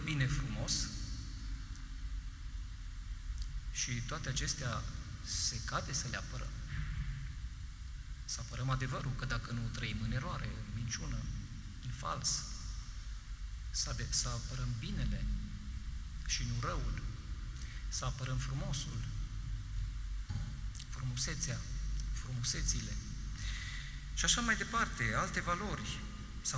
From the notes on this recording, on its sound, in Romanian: Material audio cules şi prelucrat din transmisiunea video în direct de la Catedrala din Lugoj